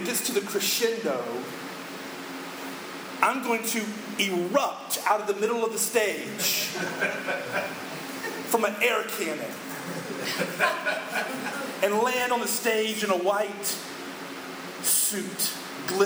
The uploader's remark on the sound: poor audio